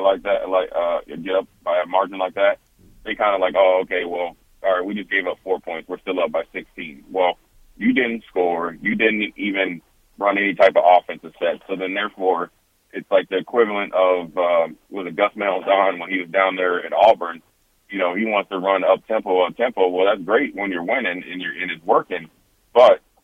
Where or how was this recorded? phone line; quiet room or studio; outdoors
phone line